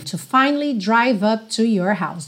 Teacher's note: Esse A da palavra finally não é exatamente mudo completamente, mas ele também não tem nenhuma ênfase, tá? Você passa por ele bem rapidinho.